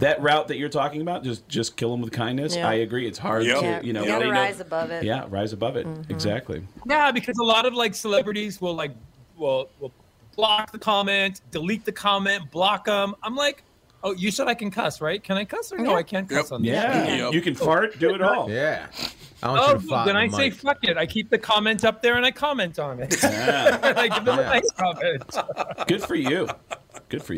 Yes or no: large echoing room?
no